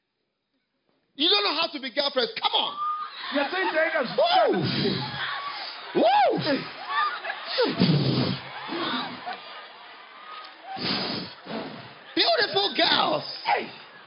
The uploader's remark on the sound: Preached at the Healing Jesus Campaign in Kwekwe, Zimbabwe.